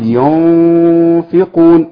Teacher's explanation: مكنت المخرج الفاء وهو اطراف الثنايا العليا مع بطن الشفة السفلى